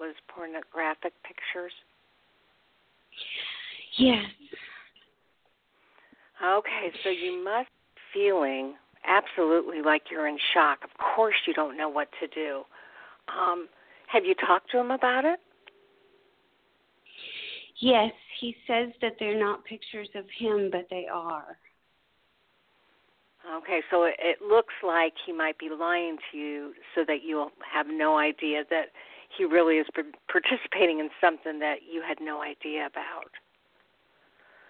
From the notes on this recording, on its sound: call in questions